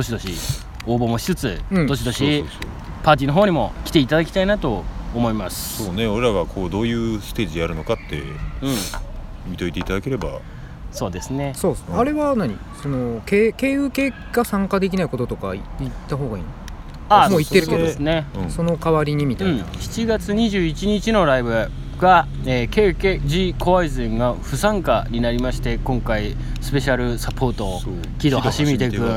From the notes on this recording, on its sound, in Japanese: なかなか日程が取れず急遽スタジオ近くの公園で収録敢行…否、夕刻の風が気持ち良いので屋外ロケ敢行！な番外編。